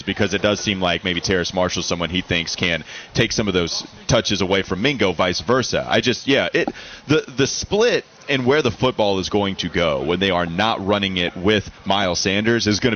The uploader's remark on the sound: Live from the Wells Fargo Championship.